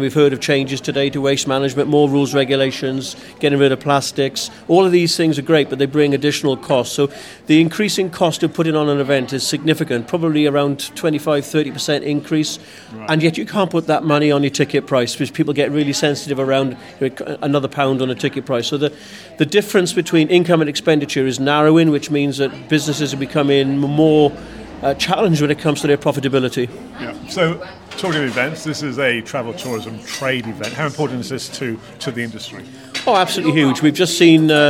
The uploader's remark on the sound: attends the the sell-out Mid Wales Tourism Conference, held at the Metropole Hotel and Spa, Llandrindod Wells and talks to key stakeholders at the event.